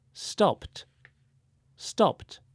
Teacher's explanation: Sometimes the E and the D at the end sounds like a T.